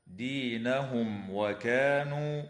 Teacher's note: وتظهر الميم الساكنة عند الواو في قوله تعالى: دينهم وكانوا